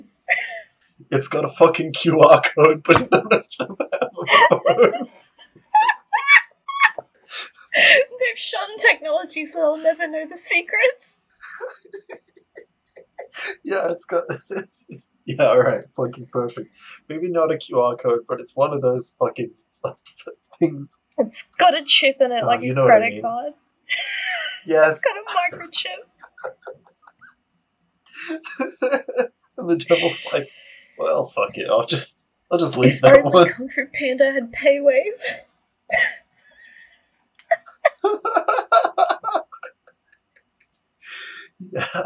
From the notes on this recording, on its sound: we've gotten better equiptment since recording this, so future episodes will sound much better